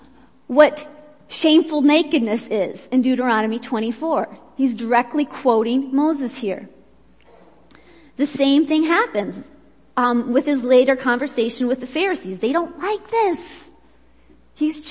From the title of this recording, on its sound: Worship Service - Audio